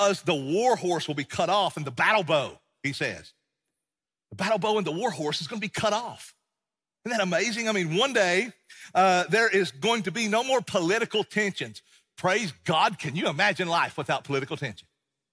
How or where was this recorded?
large echoing room